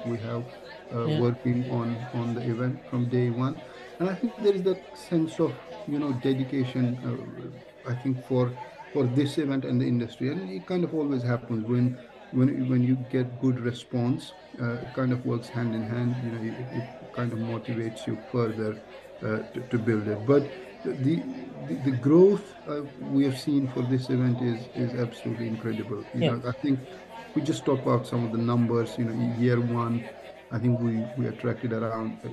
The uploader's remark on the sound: LIVE at Excel London - London EV Show 2023